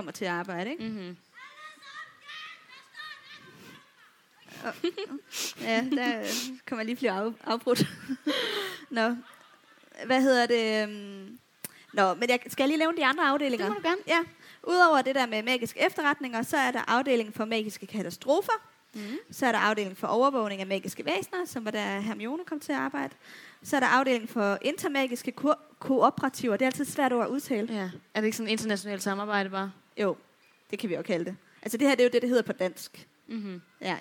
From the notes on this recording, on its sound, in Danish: Liveshow fra Mølleparken. Live i Mølleparken i Aarhus.